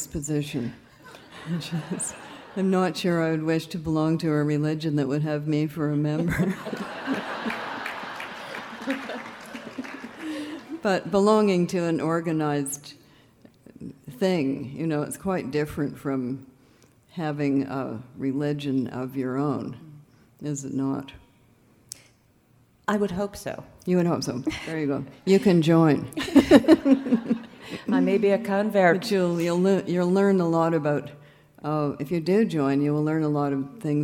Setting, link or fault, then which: setting, live audience